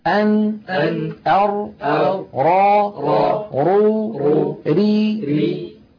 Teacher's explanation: الراء تلاحظون بأنها أعمق قليلا، أدخل إلى غار الحنك